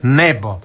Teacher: To je kratko silazni naglasak